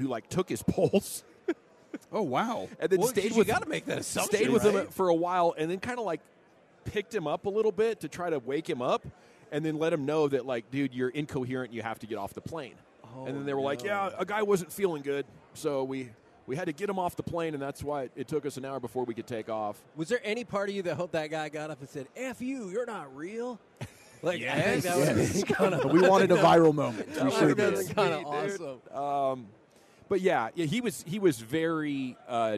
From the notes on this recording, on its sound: 1pm hour of The K&C Masterpiece LIVE from Radio Row in Las Vegas!